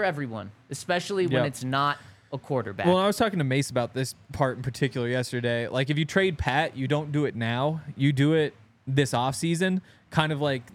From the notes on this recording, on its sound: coming to you LIVE from the DNVR Bar